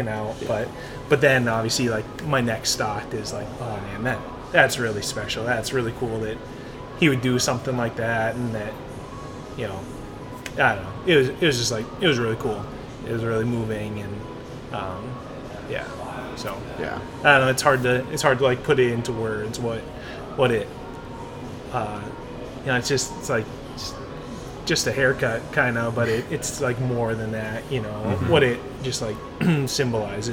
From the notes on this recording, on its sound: Recording live at See Dick Run